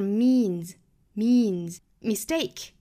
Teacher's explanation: mean 因为尾部呢是一个鼻音，我们说鼻音是属于浊辅音的，浊辅音后面加这个 s 也好，加 ed 也好，仍然是发浊音